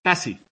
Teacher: Articulan la X como S. Tened en cuenta que en la pronunciación normativa sería taxi, con una K.